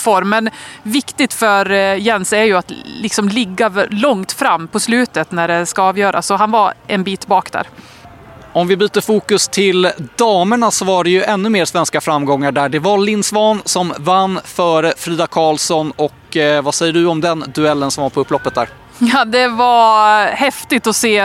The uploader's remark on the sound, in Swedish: Vi summerar den sjätte etappen av Tour de ski, från målfållan i Val di Fiemme där snön vräker ner. Träffas av en snöboll mitt under inspelning (väldigt bra kast!).